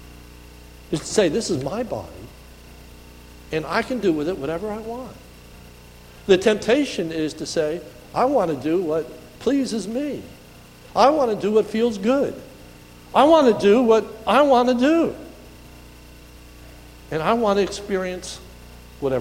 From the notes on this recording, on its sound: This is a sermon recorded a the Lebanon Bible Fellowship Church in Lebanon, PA on 1/6/2019 during the morning service